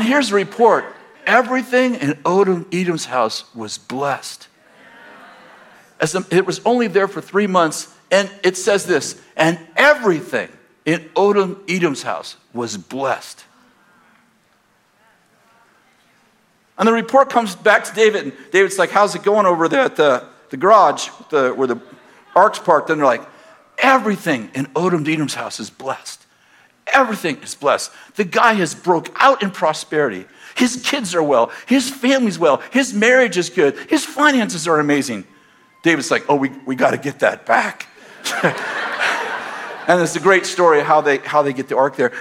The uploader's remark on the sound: At Bethel Church in Redding, CA.